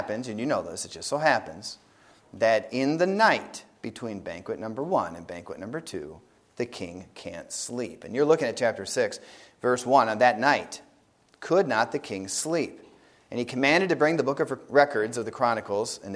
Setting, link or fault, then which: setting, large echoing room